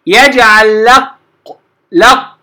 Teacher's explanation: يجعل لق أنا خارج من اللام للقاف مباشرة. ويجعل لق صورة، وأنتبه حتى لا أفخم اللام، لا أقول ويجعل لق صورة، خطأ. · Term: الإدغام